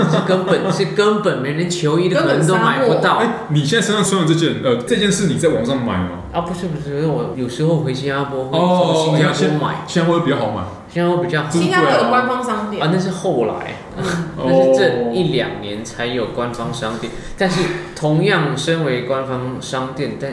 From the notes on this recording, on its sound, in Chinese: 台北東區酒吧內。錄音地點： Charlie's Sports Bar。